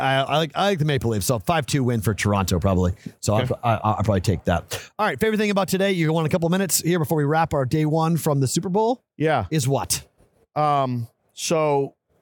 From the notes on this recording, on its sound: Live from the Super Bowl!